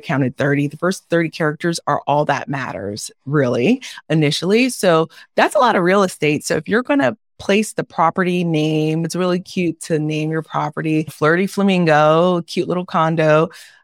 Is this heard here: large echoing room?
no